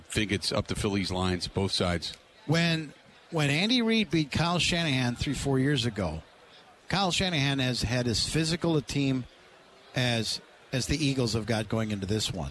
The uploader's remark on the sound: Live From Radio Row At Super Bowl 57